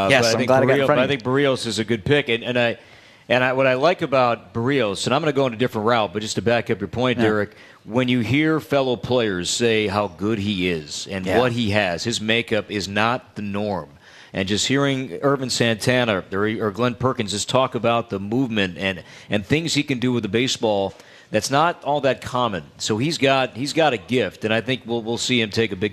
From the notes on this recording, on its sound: Live from TwinsFest